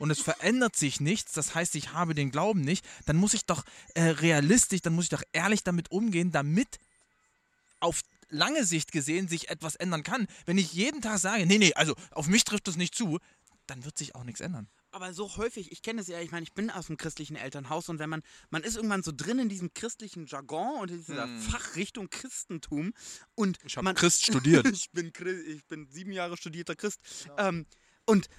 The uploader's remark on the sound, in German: Live vom Grill